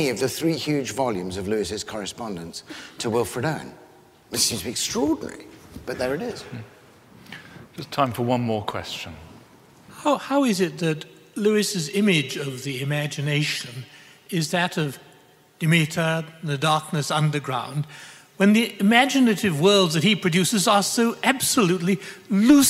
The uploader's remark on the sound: lecture from the 2013 CS Lewis Symposium at Westminster Abbey